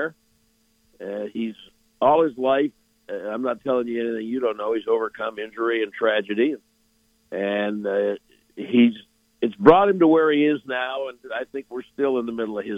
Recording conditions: phone line